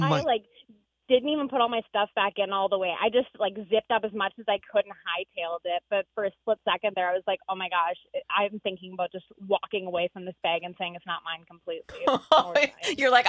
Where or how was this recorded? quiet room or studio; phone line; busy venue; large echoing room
phone line